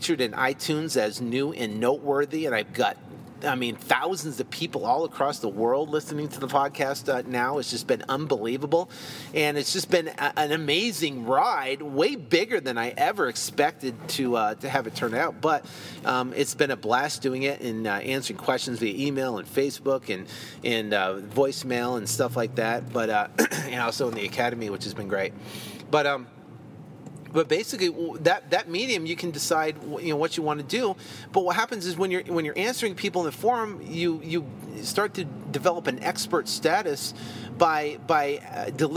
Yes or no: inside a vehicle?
yes